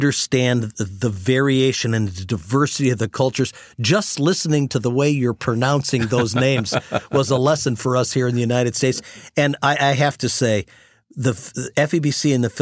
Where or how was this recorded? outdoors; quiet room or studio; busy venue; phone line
quiet room or studio